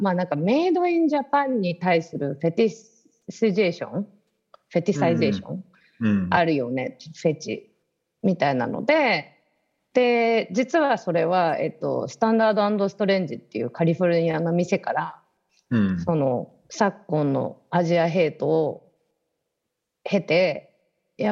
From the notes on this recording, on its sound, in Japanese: 本編は2021年7月16日に「Zoom」を使用し収録しています。